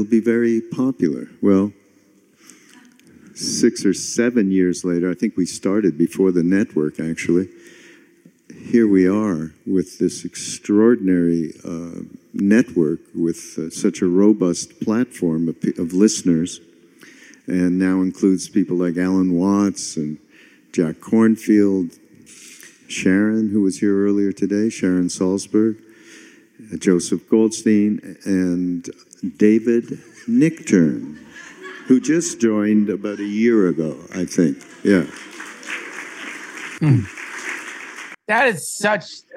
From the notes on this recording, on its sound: This recording is originally from the LSRF 2022 Summer Mountain Retreat in Boone, North Carolina.